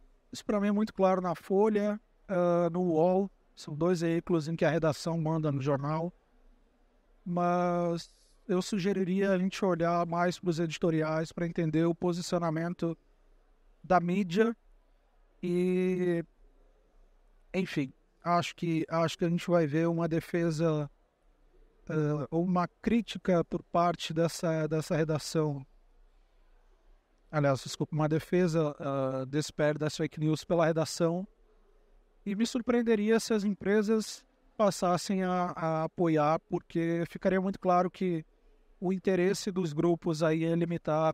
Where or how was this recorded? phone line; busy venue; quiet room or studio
busy venue